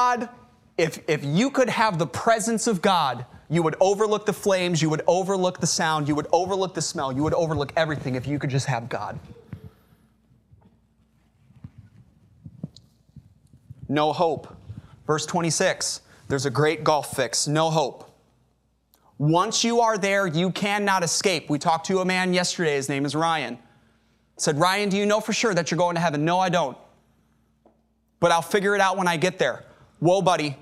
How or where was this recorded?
large echoing room